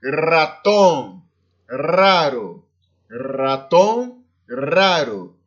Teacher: o R sempre vibrante, tanto R como RR, sempre o mesmo som.